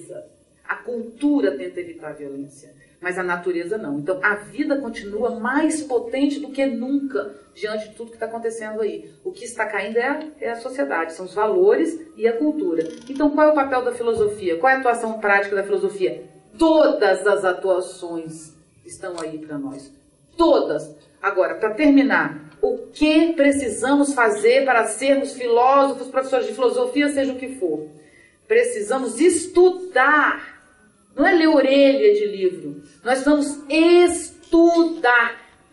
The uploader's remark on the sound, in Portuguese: Palestra gravada durante o XXVII Encontro Nacional de Estudantes de Filosofia (ENEFIL) em 2011, na UFF Niterói